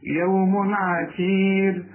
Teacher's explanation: العين من حروف الإظهار ما تغنش